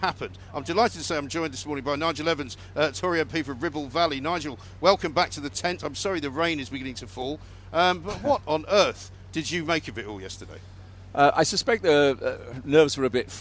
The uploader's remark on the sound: live from College Green